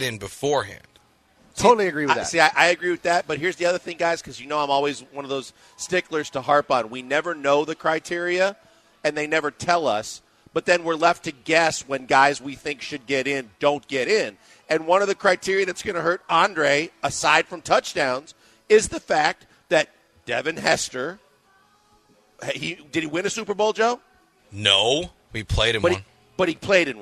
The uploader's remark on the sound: live from The Decoy